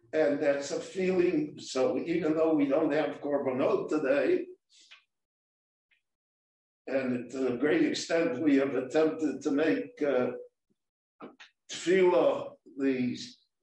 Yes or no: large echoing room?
yes